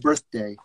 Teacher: We would say the th, but it would be very small. Th, like it would just be a sort of short sound.